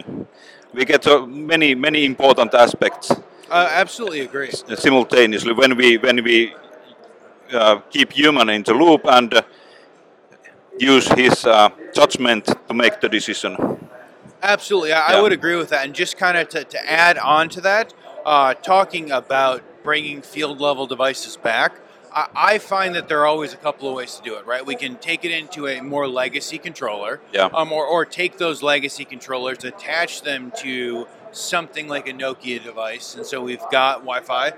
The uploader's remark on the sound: Live From Hannover Messe 2023